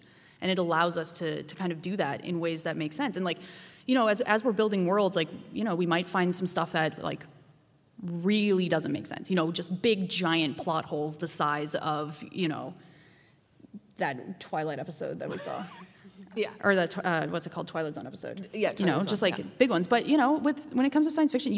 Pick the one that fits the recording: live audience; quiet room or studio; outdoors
live audience